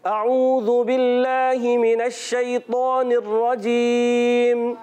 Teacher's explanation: توجہ ہوگی تو ذال بھی سیدہ ہوگا، توجہ نہیں ہوگی تو اعوذ میں ذال زا ہو جائے گا